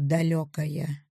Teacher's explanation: В слове «далекое» все слоги находятся на одной и той же высоте, на горизонтали, как повторение высоты слога «да».